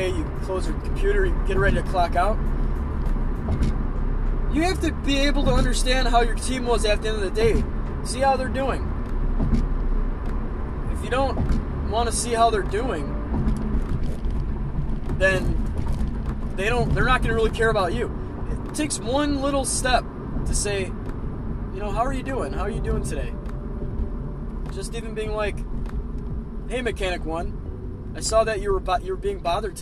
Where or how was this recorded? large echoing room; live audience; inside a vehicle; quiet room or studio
inside a vehicle